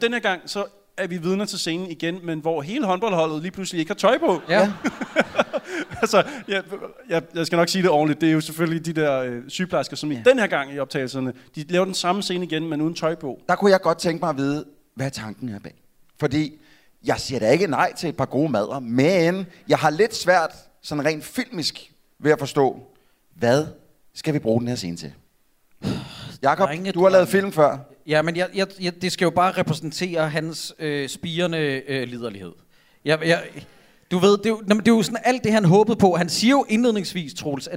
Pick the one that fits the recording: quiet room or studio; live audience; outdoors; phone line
live audience